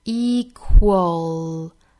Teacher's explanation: 有一个 w 的音，也就是 k 加 w 形成一个 qu 这样的音哈，半元音 w